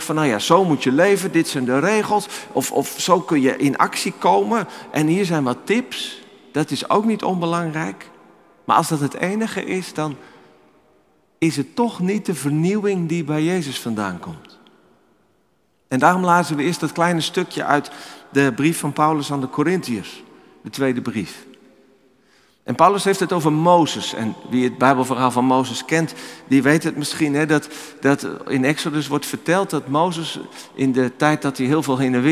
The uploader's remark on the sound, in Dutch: Opgenomen in de Noorderkerk te Amsterdam